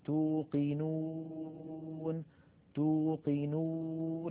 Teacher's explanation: لاحظوا بأن مقدمة اللسان هي قريبة من الأسنان السفلى، بينما مؤخرة اللسان قد ارتفعت إلى الوراء عاليا بخلاف الألف، ولكنها لم تلامس الحنك اللحمي الأحمر اللون الذي نراه، بل · Term: الواو